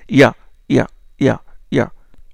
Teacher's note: la partie post-dorsale de la langue se contracte, ouvrant le conduit vocal. La pointe de la langue, la pointe, il descend. · Term: lettres ya